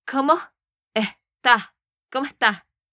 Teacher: a veces no pronuncian la S al final